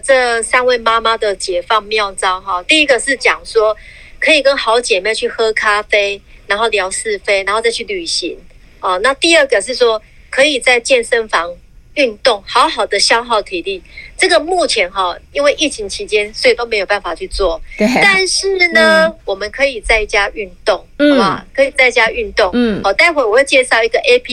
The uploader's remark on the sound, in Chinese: 在錄音室直接call out給在家裡的